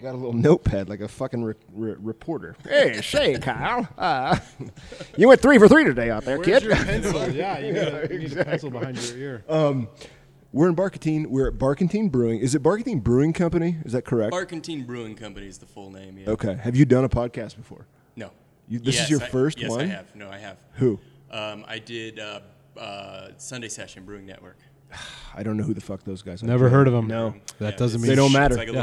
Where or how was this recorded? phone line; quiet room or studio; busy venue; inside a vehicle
busy venue